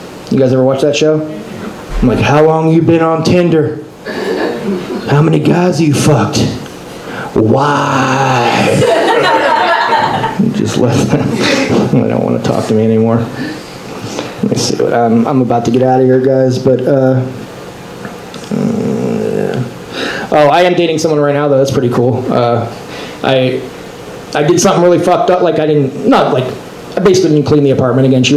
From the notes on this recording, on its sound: Live from Genuine Joes